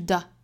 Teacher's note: 节并排在一起出现的分别是 the 我们注意虚词弱读也好实词的弱读音节也好它的读法呢都是要非常短快的 the 元音的长度是很短的包括音量非常小而且还有一点很重要就是语调是低的一定是 the 而不是 the greater the reward 那重读的点呢就是 the greater 这里面的 gray 和 reward 后面的 war